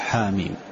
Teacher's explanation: الحاء تقول حاميم حركتين فقط